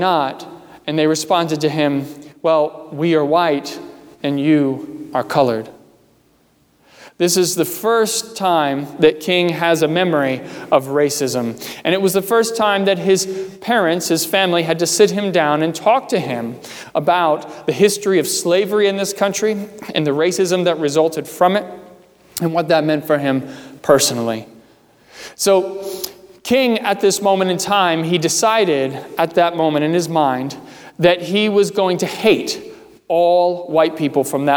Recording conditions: large echoing room